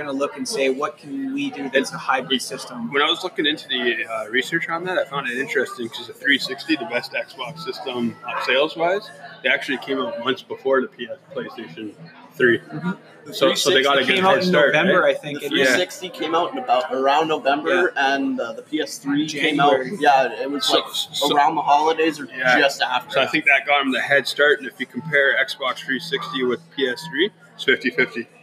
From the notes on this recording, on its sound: Recorded at Salute Coffee.